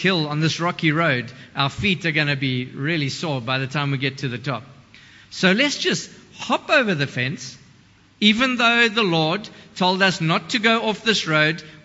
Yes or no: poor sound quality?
no